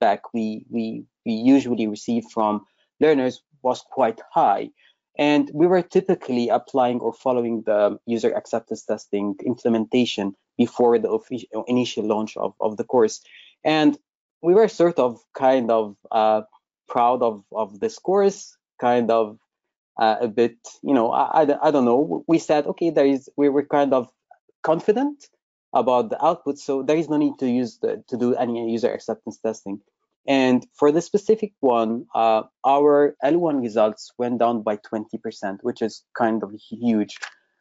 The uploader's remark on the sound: Webinar recording.